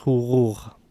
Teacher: this qa isn't fully released at the end, so it almost sounds like huquq. So it's kind of a weird sound, and again, it varies a lot depending on dialects, as well as, you know, people's education level and different things like that. · Term: not fully released